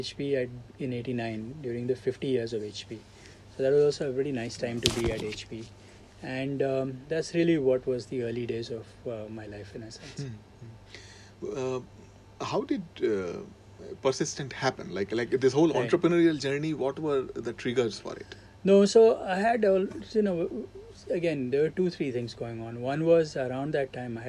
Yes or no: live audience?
no